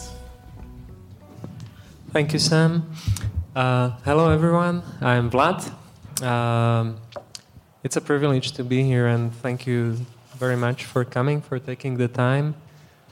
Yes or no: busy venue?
yes